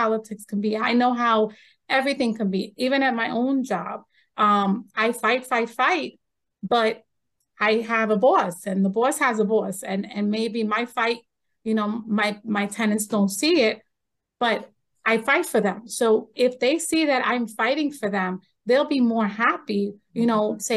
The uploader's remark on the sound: Zoom with Czarny Village candidates